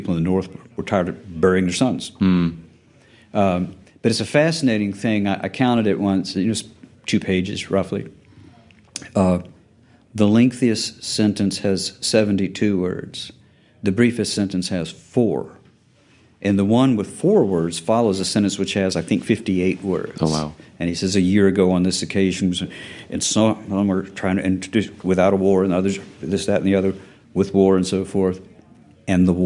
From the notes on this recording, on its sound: Recording live from the Reformation & Worship Conference hosted at Midway Presbyterian Church in Powder Springs, Georgia. Recording live from the Reformation & Worship Conference hosted at Midway Presbyterian Church in Powder Springs, Georgia.